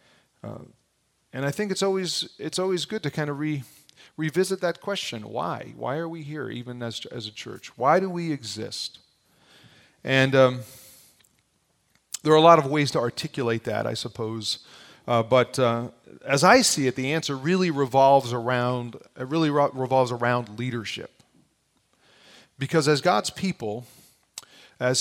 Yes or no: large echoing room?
yes